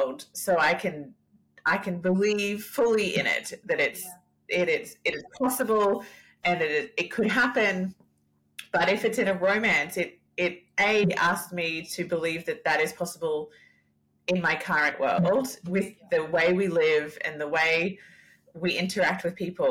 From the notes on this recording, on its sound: Firstly we apologise for the crazy audio in this episode. We certainly have our training wheels on here and we understand how hard it is to listen to crappy sound but alas here we are. The episode was too good to re-record.